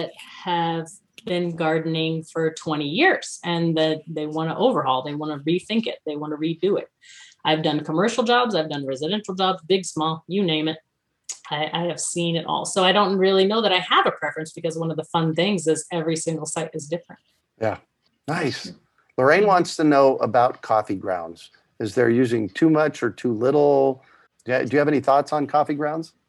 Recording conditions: video call